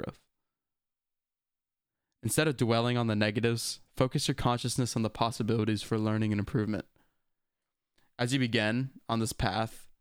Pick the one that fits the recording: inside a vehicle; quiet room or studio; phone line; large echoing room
quiet room or studio